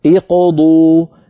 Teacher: ثم لما جاءت واو الجماعة على اقضي وهو فعل أمر ضمت الضاد لمجانسة الواو